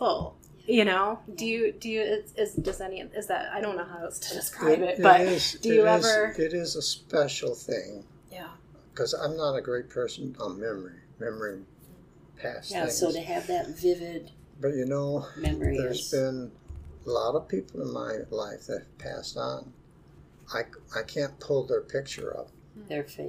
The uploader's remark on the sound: The audio is somewhat rough as we were not in a recording studio, but a cottage.